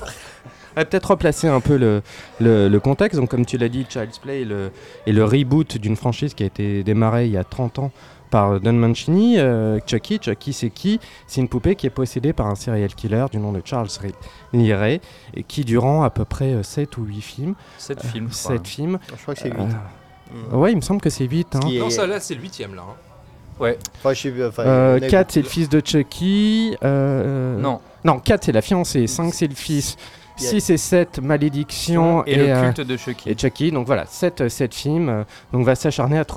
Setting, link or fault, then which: setting, busy venue